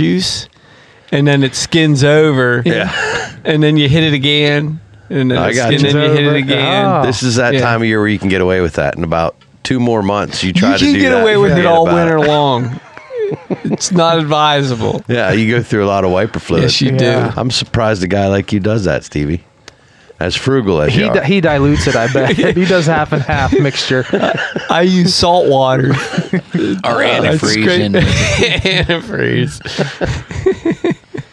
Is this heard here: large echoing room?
no